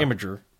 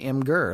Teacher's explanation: there is no vowel between the M and the G · Shown in: second take